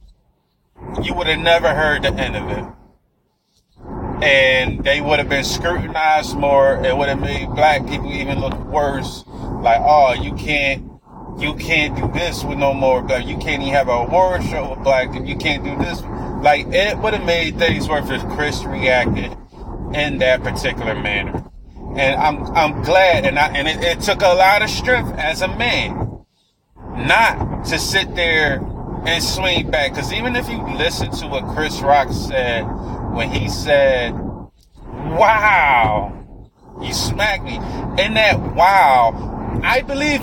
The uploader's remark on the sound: I was driving while recording.